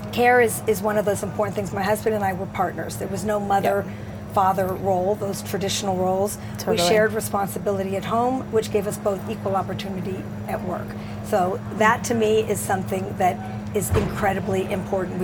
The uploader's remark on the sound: Studio on the road (again) to the 2023 HR Technology Conference & Exposition , held October 10–13 in Las Vegas. HR Tech 2023.